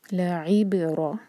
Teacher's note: لعبرہ لا ایک حرکہ عین کے نیچے کسرہ ساتھ میں با پر سکون تو عین کو با سے جوڑیں گے اور با القلہ لیٹر ہے یعنی کہ ہم نے با کی آواز کو باؤنس کرنا ہے. لعبرہ را پر فتحہ ہے تو رو ہیوی پڑھا جائے گا